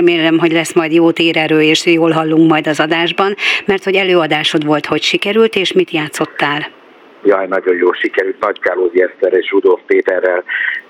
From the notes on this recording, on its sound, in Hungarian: A beszélgetéshez telefonon kapcsolódott